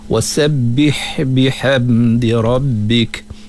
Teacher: Hamaskan pada huruf hak.